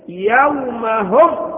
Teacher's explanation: نسمي هذا الإخفاء إخفاء شفوية، وسمي بذلك لخروج حرفين وهما الميم والباء من الشفتين، ونستطيع أن نعرف ذلك إذا وقفنا على الحرف بالسكون، مثل يومهم، سنجد أن مخرج الميم الشفتان